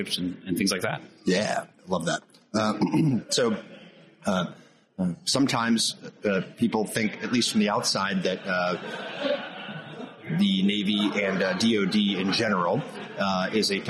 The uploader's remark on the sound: discussed with us at AFCEA West